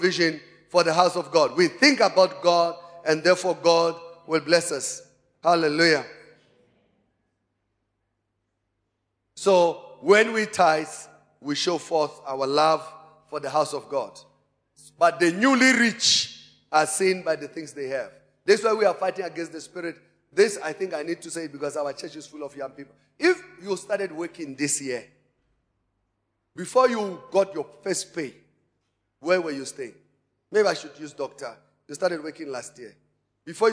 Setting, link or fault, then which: setting, large echoing room